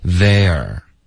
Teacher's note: 大家要注意它是有一个滑动，一个 a 滑到 r，所以别发的太钝